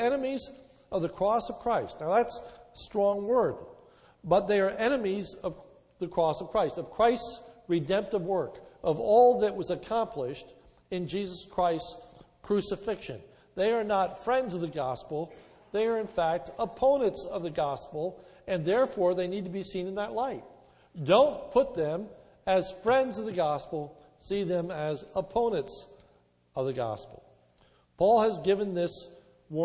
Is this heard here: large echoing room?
yes